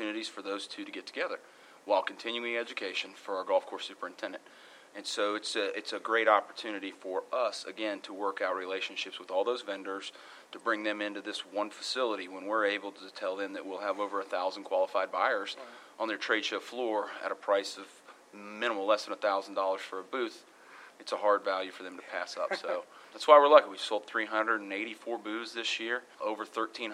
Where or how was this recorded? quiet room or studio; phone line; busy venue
busy venue